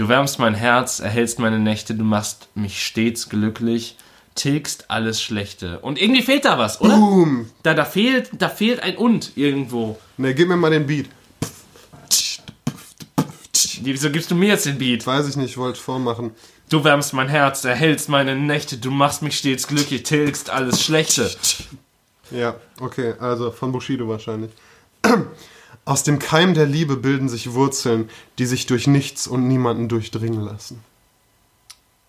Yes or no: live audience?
no